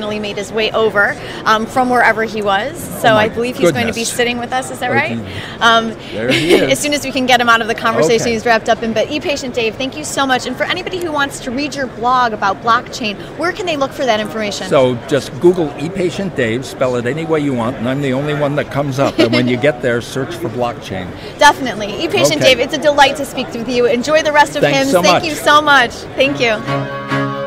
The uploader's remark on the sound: LIVE From #HIMSS17.